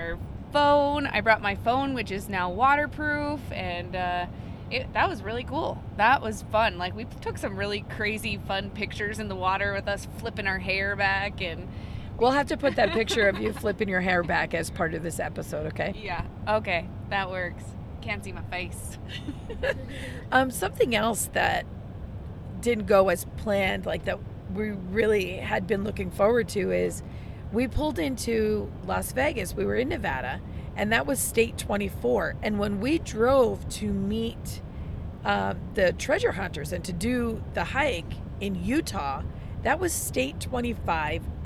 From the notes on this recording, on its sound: Live from the road